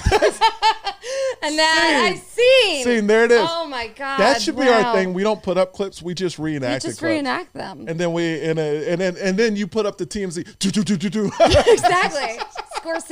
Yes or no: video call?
no